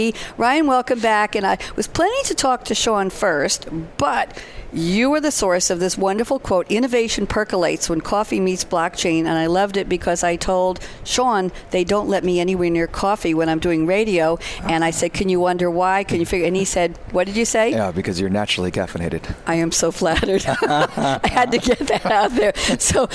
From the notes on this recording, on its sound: live at SAPPHIRE NOW 2017!